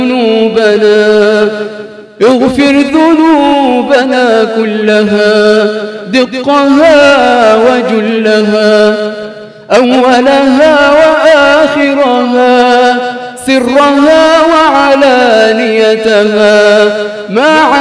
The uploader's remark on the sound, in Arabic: تسجيلات ليالى رمضان بمسجد السلام بالعمرانية